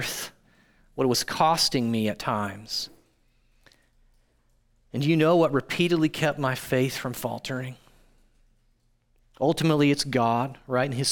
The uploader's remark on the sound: audio from New City Church in Champaign-Urbana, IL